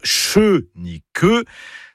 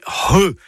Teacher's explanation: C'est le C'H qui sert à écrire le son RE, et donc pas CHE ni QUE, c'est RE. C'est un gros H aspiré. · Shown in: second take